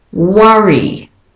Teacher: in the Australian and British, it's said, the O-R is said as an up, as in cup